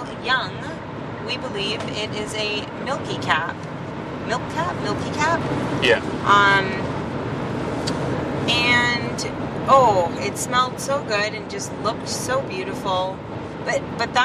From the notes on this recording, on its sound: Actual ride around East Duffins Headwaters and Norton Tract also known as Walker Woods.